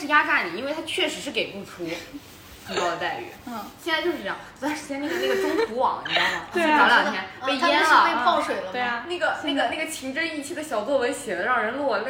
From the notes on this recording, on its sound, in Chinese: 第一期录制和剪辑都很粗糙